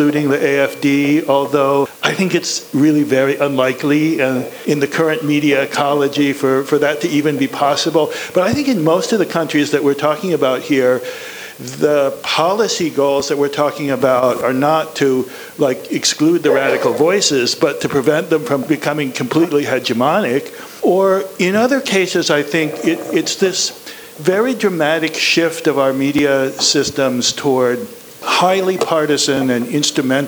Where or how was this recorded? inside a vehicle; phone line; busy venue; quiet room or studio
busy venue